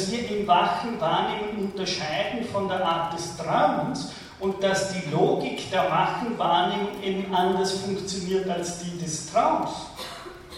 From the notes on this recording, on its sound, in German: von Studierenden der Universtiät Wien aufgezeichnet